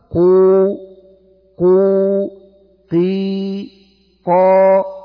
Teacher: تخرج القاف والضمة في وقت واحد، فتقول قو قو قي قا، الكاف القاف والكسرة سويا، أو القاف والضمة في لحظة واحدة في نفس الوقت في وقت الإخراج، وكذلك الفتحة.